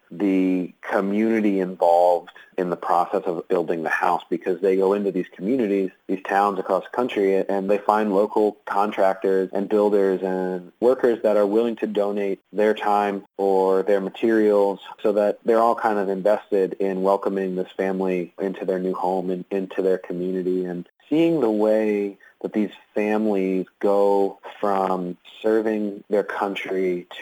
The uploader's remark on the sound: The interview was conducted over the phone